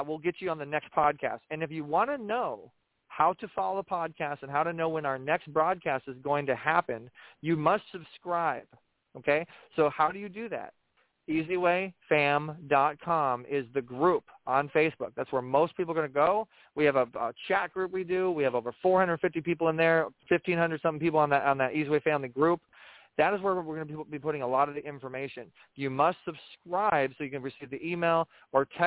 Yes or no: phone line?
yes